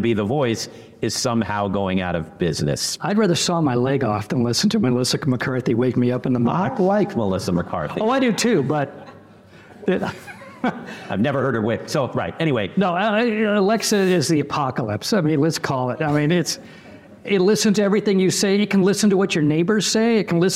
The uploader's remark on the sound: Today's very special episode was hosted live by the San Jose Rotary Club during their weekly luncheon meeting.